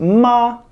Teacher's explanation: First tone, that's the flat tone. Flat one. Ma, you can just take that one and just pull it horizontally and you get ma, first tone.